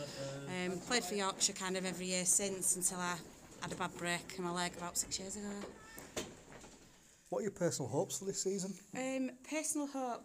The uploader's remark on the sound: Tonight episode was recorded at York St John University Sports Fields